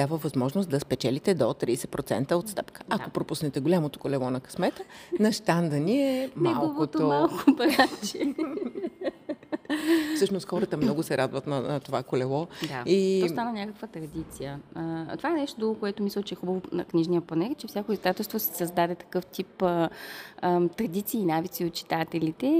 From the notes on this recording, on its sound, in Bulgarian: Записахме този епизод от гардероба на НДК. По време на Коледния панаир на книгата, официално известен като Софийски международен панаир на книгата.